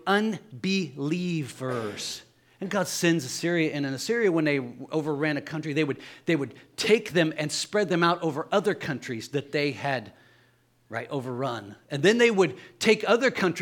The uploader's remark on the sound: Sunday Morning Service